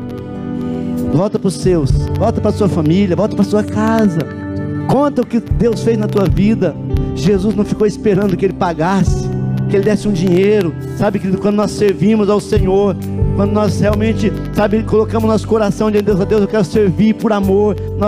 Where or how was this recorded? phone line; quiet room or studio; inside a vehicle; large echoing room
large echoing room